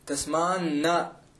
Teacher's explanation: तस्मात् प्लस् न तस्मान् तस्मान्न इति अस्ति. दकारस्य स्थाने नकारः भवति